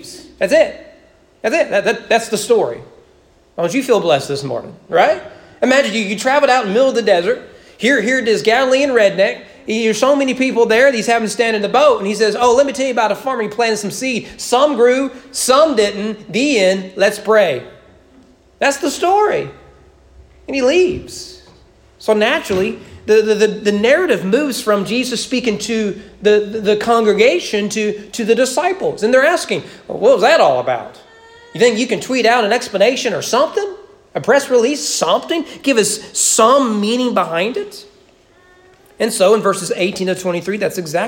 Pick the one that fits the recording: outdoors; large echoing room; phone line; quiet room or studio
large echoing room